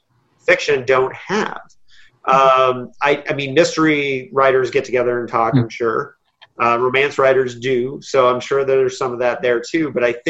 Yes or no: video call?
yes